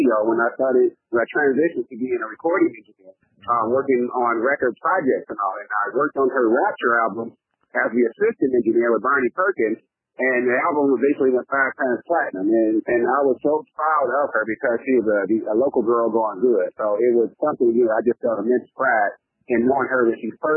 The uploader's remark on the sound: Recorded over the phone.